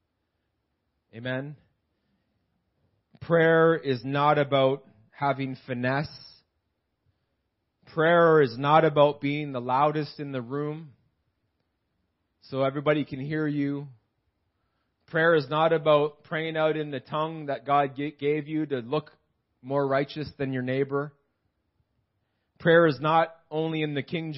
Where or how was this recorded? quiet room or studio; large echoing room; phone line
large echoing room